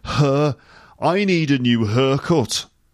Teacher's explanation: So sometimes air becomes er